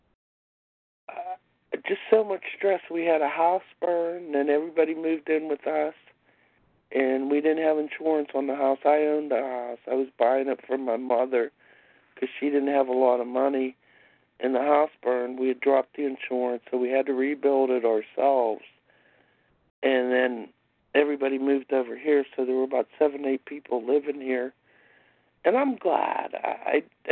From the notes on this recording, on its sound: 100 Pounders Phone Meeting